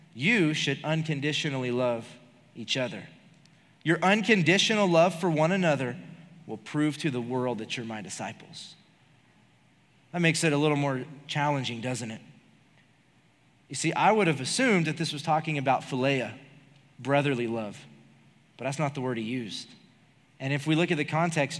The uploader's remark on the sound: Recorded live during our Wednesday night service